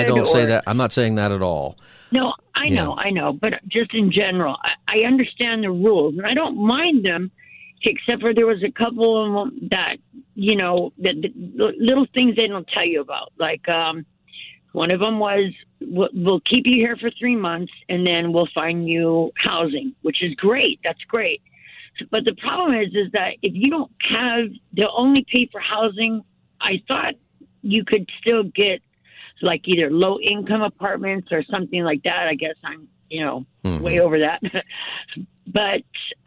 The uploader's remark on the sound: holds Open Phone Friday